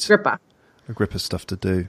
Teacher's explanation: in American pronunciation, we really reduce the word of to sound more like a grip of stuff to do.